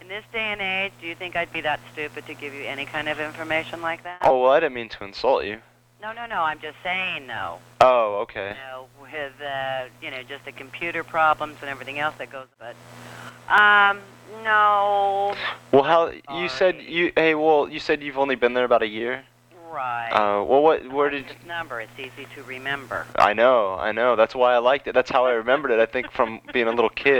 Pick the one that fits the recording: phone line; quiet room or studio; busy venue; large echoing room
phone line